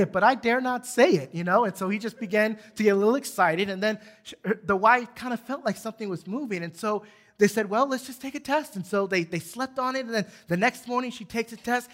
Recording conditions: large echoing room